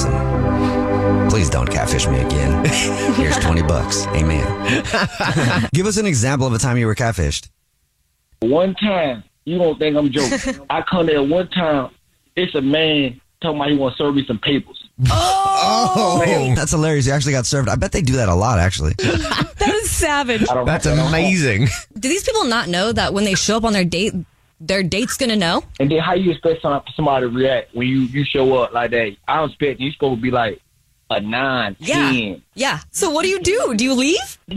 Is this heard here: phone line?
yes